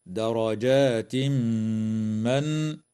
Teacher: يدغم التنوين في الميم مع الغنة